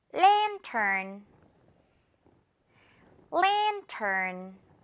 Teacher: 특히 앞부분은 그렇게 어렵지 않은데요. 뒷부분에 R 발음 넣는 거, 혀 이렇게 말아서 넣는 거 주의하면서